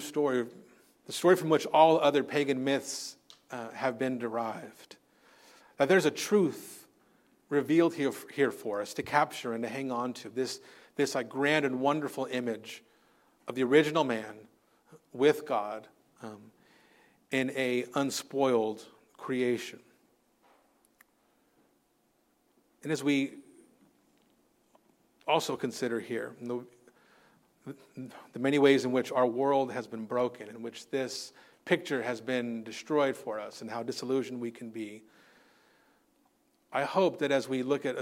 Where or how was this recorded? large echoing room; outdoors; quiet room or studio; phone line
large echoing room